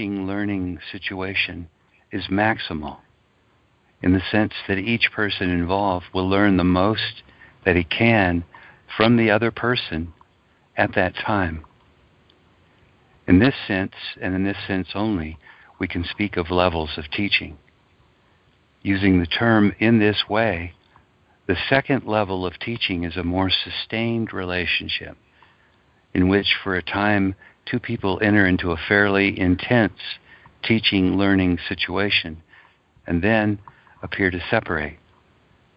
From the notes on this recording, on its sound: ACIM Daily TEXT Conference Call